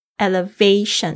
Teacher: 它的重音是在 V 上面